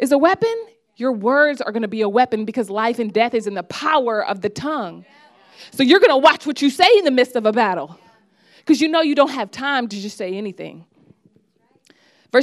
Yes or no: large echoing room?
yes